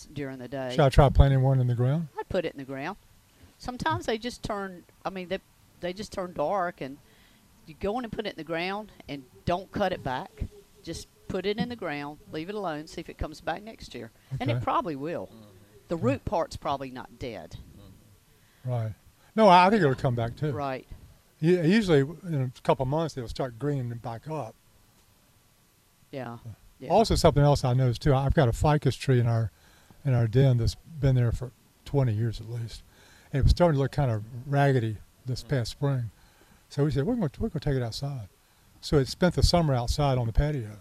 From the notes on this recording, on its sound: Broadcasting live from Campbell Road Nursery.